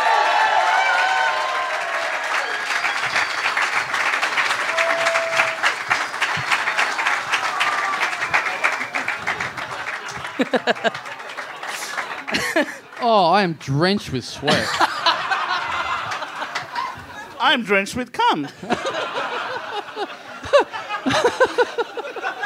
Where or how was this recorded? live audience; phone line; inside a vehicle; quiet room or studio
live audience